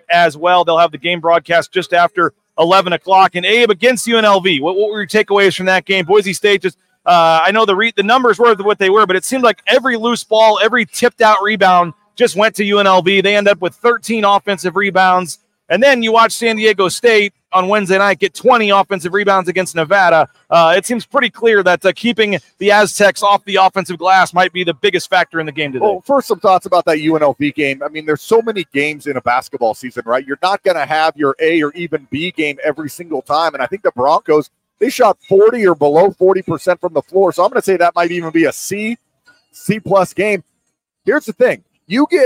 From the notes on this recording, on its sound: LIVE at ExtraMile Arena with interviews, the latest news and notes and a live look at pregame warmups ahead of a monster Mountain West Showdown in Boise.